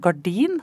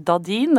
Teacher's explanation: bakre lyder kan f.eks. uttales med fremre lyder, sånn som gardin kan bli dadin, eller kake kan bli tate.